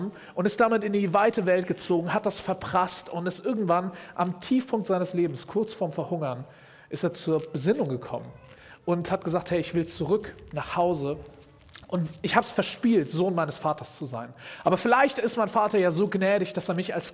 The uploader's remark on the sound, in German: Predigt im Rahmen des GreifBar+ Gottesdienstes.